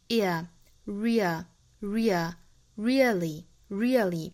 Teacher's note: 那我们发现这个词美音读法呢，会读出里面一个小小的双元音的 ear